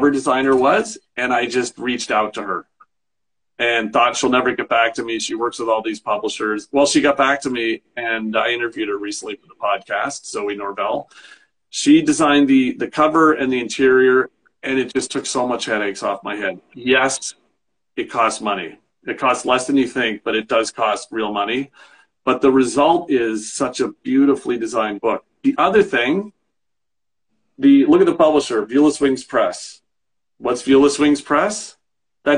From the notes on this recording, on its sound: This event was originally a live (virtual) event that included audience questions.